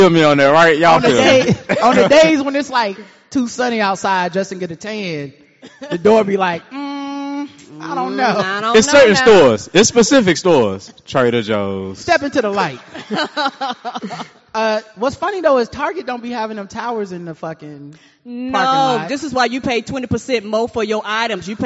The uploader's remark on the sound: live at the Knight Theater in downtown Charlotte, NC